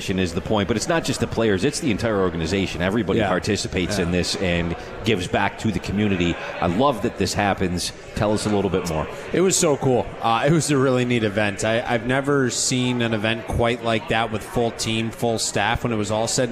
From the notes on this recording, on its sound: Live from the 72 Tavern.